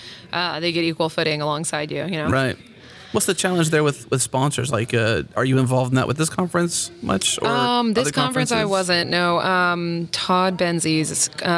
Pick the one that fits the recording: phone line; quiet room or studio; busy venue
busy venue